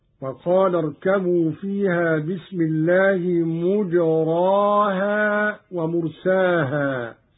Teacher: قرأ قالون بضم الميم وبغير إمالة في الراء